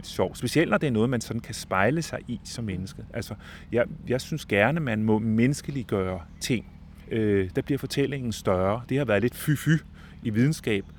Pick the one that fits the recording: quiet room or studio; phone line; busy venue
busy venue